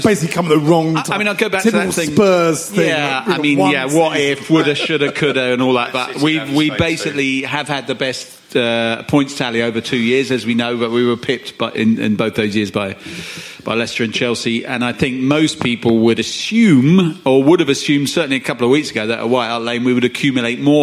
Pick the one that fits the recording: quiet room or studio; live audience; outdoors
live audience